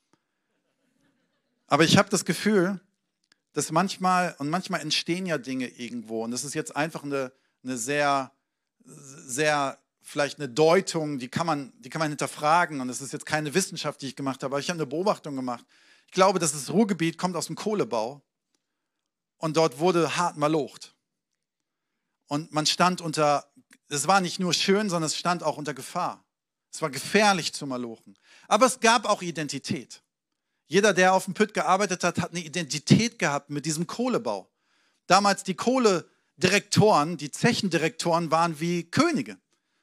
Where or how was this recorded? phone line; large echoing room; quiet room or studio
large echoing room